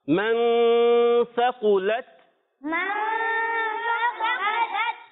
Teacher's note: نون ساکن کے بعد حروف اخفا میں سے سا آ رہا ہے، تو اب یہاں پر ہم غنہ کریں گے